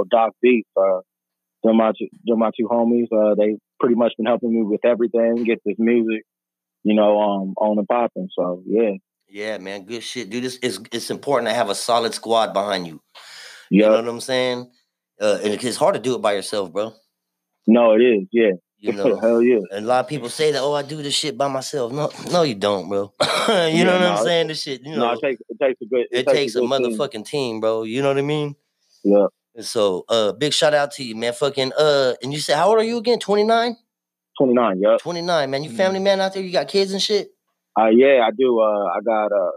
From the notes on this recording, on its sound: IN THE SMOKERS LOUNGE. TAPS IN ON THE PHONE TO TALK NEW MUSIC (E.P) FROM ARIZONA.